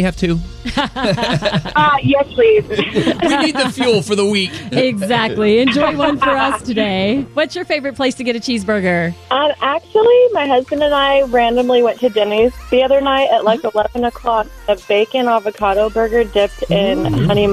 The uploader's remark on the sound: listeners call in with suggestions